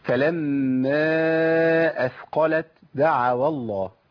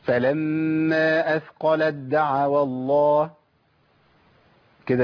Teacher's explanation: أنا بشيل التاء وأبدلها بدال · Shown in: second take · Term: إدغام تاء في دال